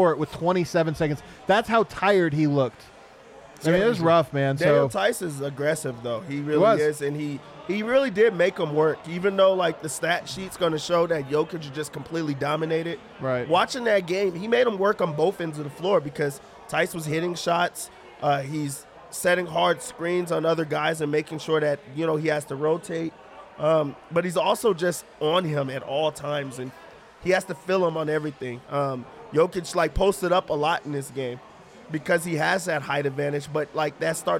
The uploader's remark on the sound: Live from the Winner's Lounge